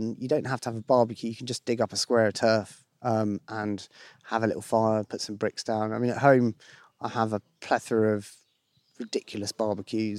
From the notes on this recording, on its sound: spends a day in the East Sussex countryside